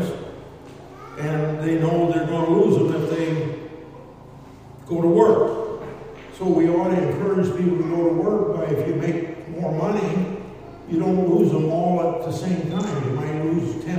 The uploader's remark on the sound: Q & A at Gingerich Well & Pump Service in Kalona, Iowa